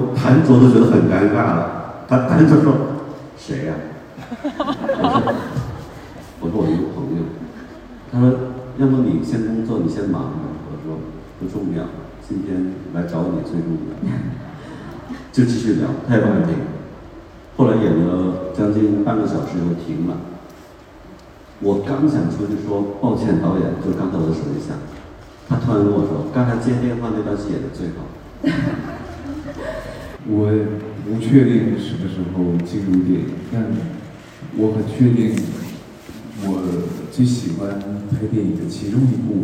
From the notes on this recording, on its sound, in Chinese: 这也是我们作为受邀媒体带回来的现场的声音